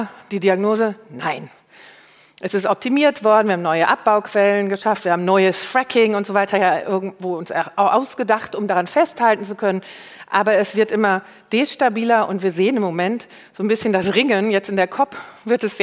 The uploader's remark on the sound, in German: live vom BAM! Bock auf Morgen Festival